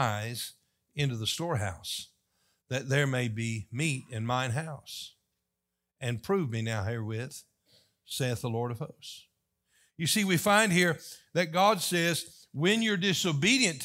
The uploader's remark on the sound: Was delivered on October 1, 2023 during the morning service.